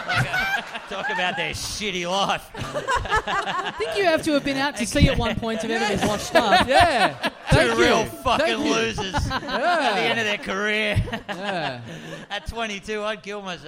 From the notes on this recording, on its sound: We're LIVE this week.